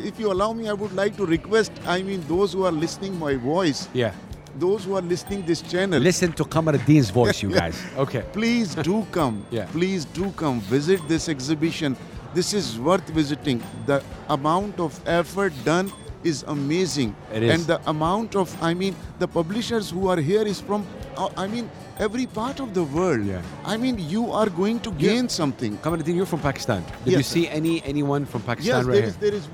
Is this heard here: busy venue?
yes